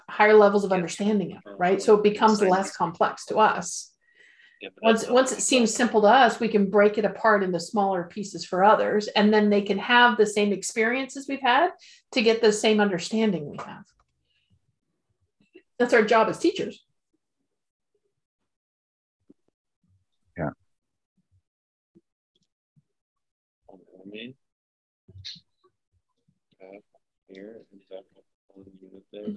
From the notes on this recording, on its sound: Audio version of May 6, 2022 Zoom call